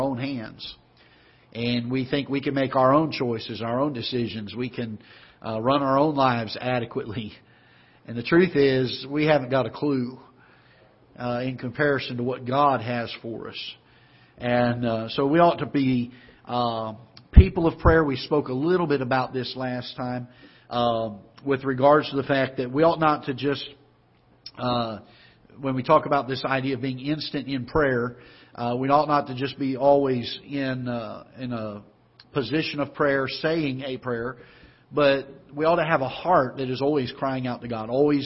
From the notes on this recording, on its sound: Ketha Heights Baptist Church ~ Live Broadcast.